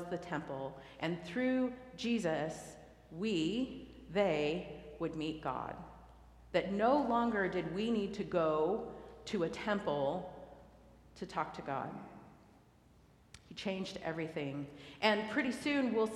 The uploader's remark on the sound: recorded live at the 10:00am service